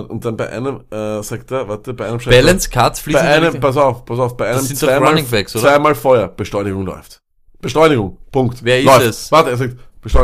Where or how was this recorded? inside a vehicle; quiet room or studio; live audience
quiet room or studio